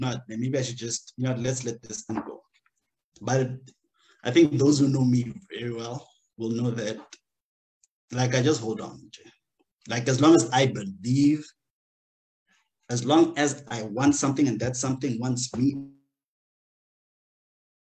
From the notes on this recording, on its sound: The series is webcast via Zoom